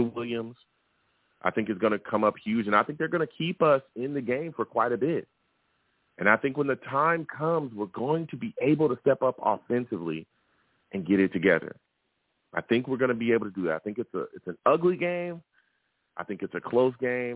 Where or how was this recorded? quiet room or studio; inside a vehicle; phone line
phone line